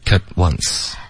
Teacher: OK, look at once 的这个 cut 结尾要有一个干脆的停顿要顶舌尖